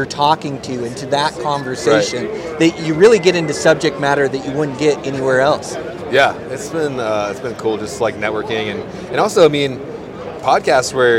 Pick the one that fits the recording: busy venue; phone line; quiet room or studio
busy venue